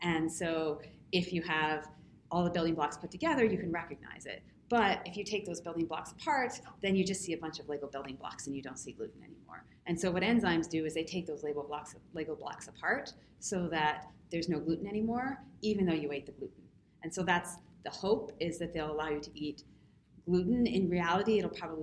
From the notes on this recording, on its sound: Live from Digestive Disease Week